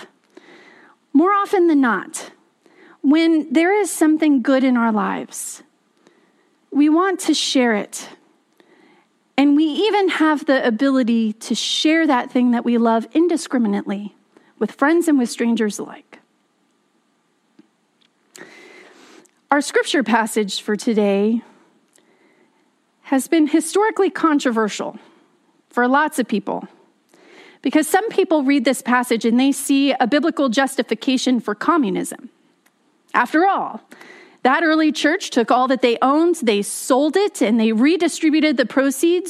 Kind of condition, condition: setting, large echoing room